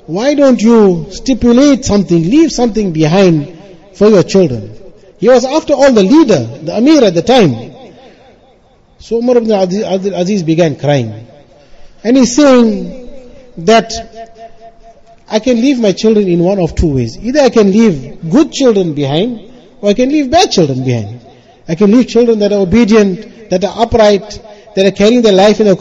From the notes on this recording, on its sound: Jumuah lecture at Avondale Musalla 20 Jan 2023